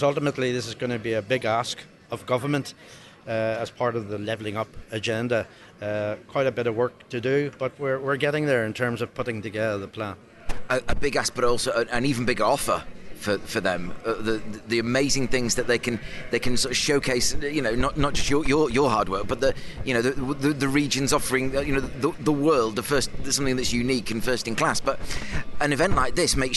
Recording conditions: busy venue